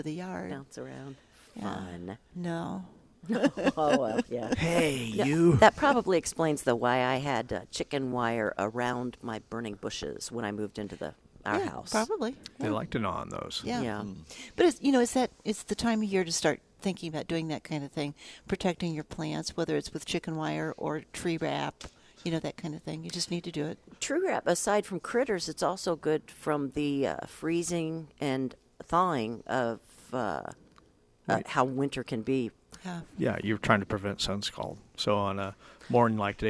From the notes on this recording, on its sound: Plant Experts Live at Prairie Gardens.